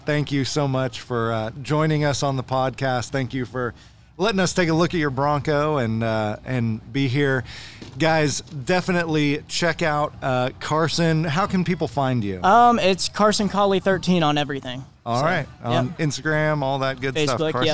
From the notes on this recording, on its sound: Recorded from the Super Celebration 2023 in Townsend TN